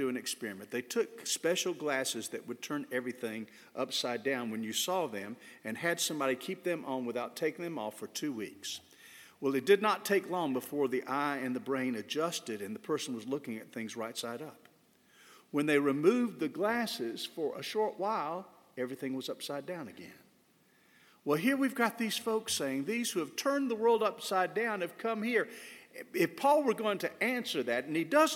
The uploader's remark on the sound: This sermon was delivered on July 3, 2022 at First Baptist Church Hendersonville, NC.